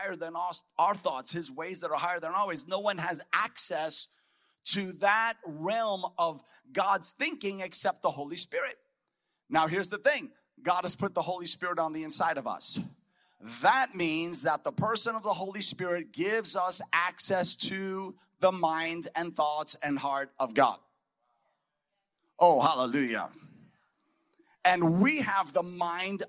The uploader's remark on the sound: a powerful message spoken at our Voice of Freedom Prophetic Conference